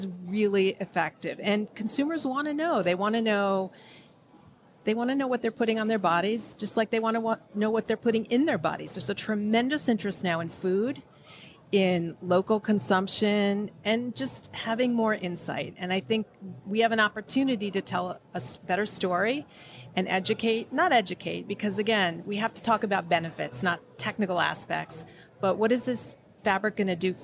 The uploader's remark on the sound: on location at TexWorld USA in New York